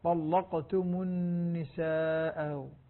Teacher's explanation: لها تغليظ اللام وقلقلة القاف